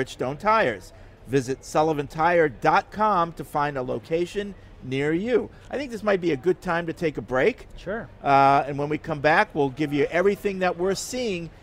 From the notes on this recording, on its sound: Tune-in as we broadcasted live from Day 1 of Patriots Training Camp.